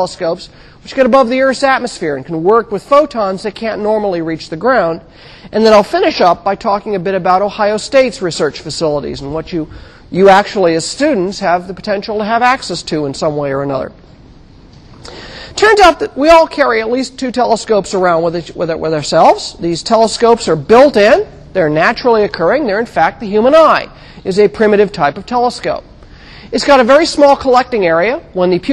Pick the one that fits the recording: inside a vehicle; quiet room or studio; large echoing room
large echoing room